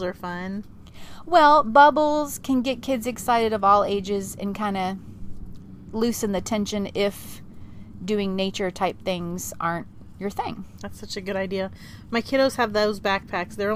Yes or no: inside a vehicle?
yes